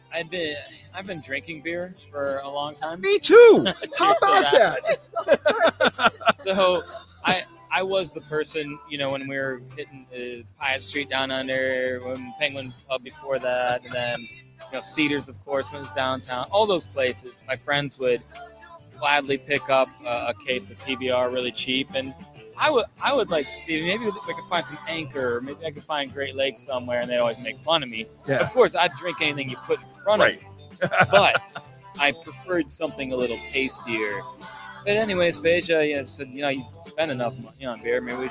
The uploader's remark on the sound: Live from Penguin City Brewing!